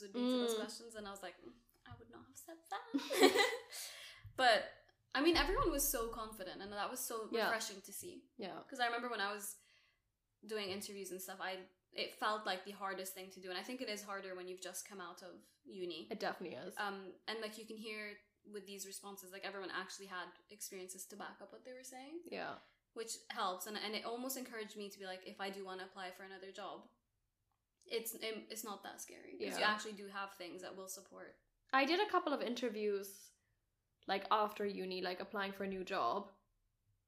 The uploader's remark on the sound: You may notice this is our first ever VIDEO episode!!! We’re still figuring out the audio/background etc so bear with us.